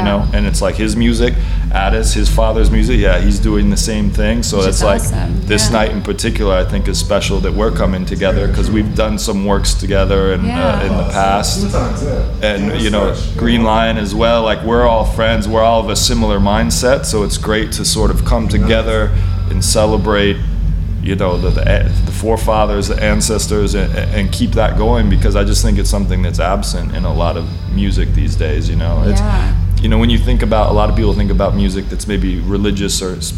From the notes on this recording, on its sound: Back stage at their … Memorial Show at the Granada in Minneapolis.